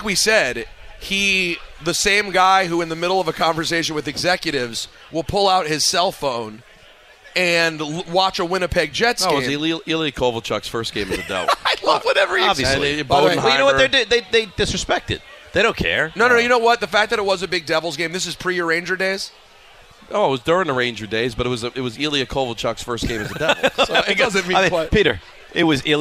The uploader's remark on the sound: live from Bar